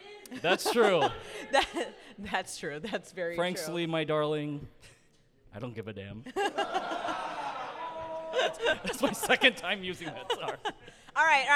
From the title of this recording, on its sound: Live Panel at Anime Central 2022